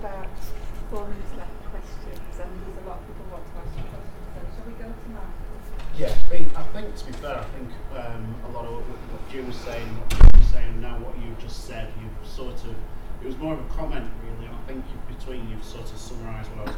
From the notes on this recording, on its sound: The Northern Mental Health Nursing Qualitative Research Forum meets three times a year. The following session was recorded at their third event on Friday 12 May 2023.